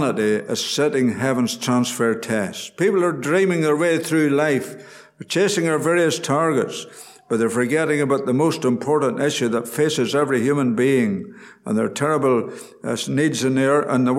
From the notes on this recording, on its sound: Gospel Audio from Ballyclare Gospel Hall